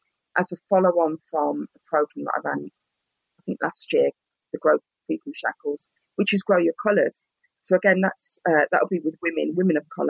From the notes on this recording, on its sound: I didn’t think it would make it because the recording quality was so bad (I’ve learnt my lesson) even the professional that I reached out to couldn’t help me but I think I’ve done a good job of cleaning it up over the last couple of days.